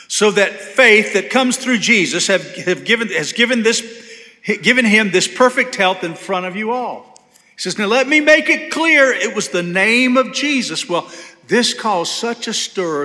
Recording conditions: large echoing room